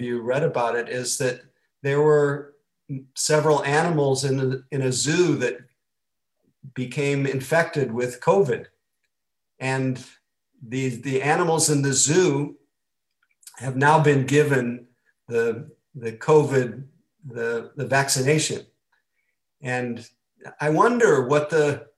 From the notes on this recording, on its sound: (Mission Dharma) Recorded Zoom Session.